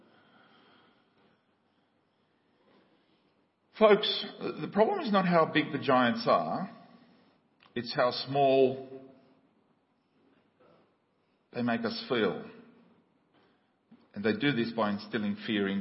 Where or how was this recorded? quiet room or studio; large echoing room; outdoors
large echoing room